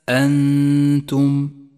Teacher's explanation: أنتم، جاء حرف النون الساكنة وجاء بعده حرف التاء، والواجب هنا أن نخفي النون بالتاء مع بقاء غنة للنون زمنها حركتان من غير تشديد لحرف التاء · Term: حكم الإخفاء